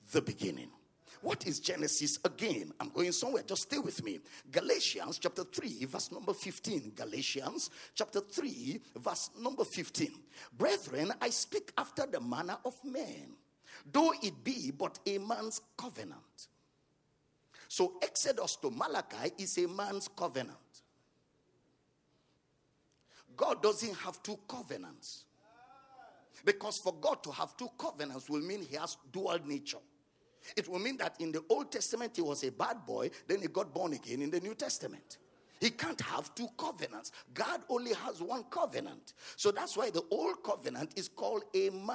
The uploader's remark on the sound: at the Love of God in Christ Church Conference